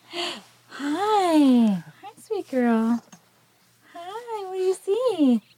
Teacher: I heard sort of a breathy quality to this, a breathiness.